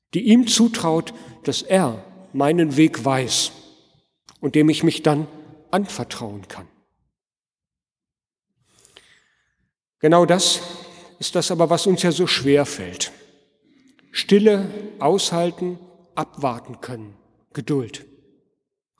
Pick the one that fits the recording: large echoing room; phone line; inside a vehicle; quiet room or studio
large echoing room